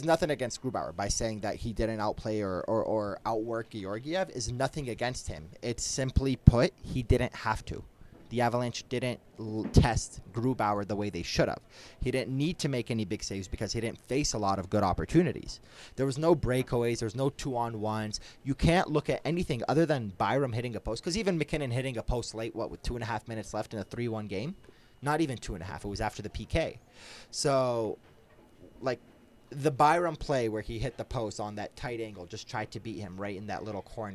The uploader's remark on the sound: live from Ball Arena